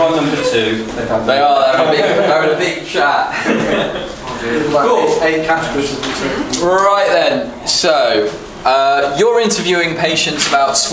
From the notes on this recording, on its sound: This is the live recording of the eleventh #UnblindingResearch session.